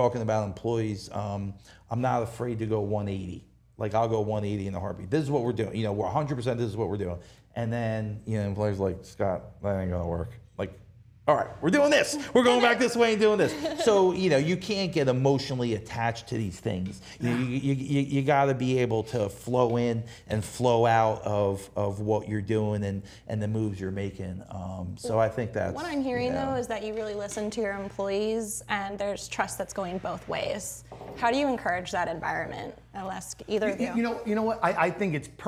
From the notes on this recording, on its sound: This conversation was recorded at Bluecoast Grill and Raw Bar in Rehoboth, Delaware.